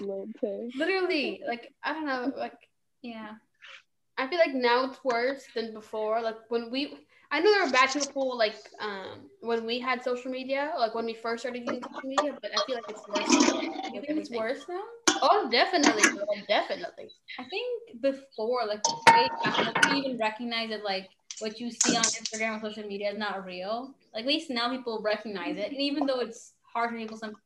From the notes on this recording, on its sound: While we were talking my friend was actually making dinner, so if you guys hear any background noise it just adds some spice to the episode.